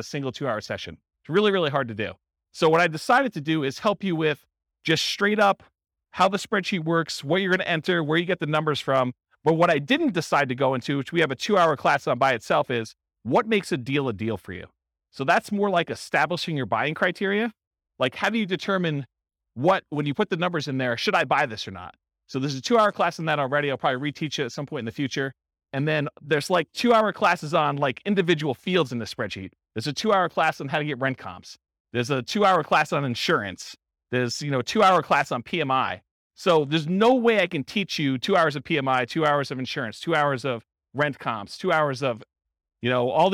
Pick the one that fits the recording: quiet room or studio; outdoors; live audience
live audience